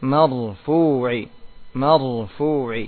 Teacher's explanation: angkat pangkal lidahnya biar tebal